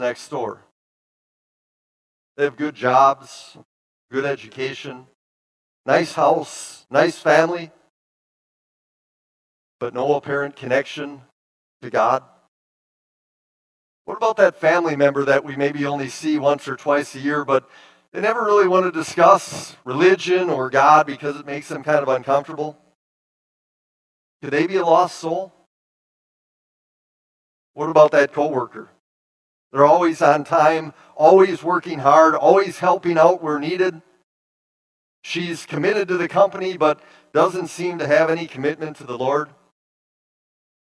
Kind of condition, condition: setting, large echoing room